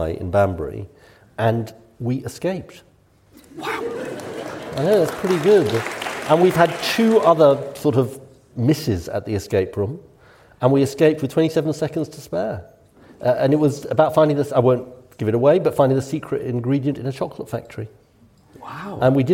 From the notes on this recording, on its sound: This week we're coming at you from Stratford-upon-Avon with the first part of our conversation from the Live at the RSC Festival. This conversation was recorded at the Royal Shakespeare Theatre as part of the Live at the RSC Festival.